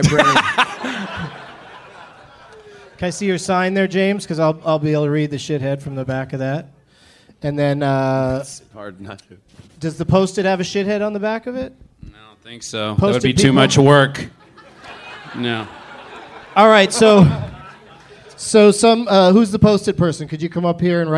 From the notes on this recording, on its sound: Live from Portland, Oregon.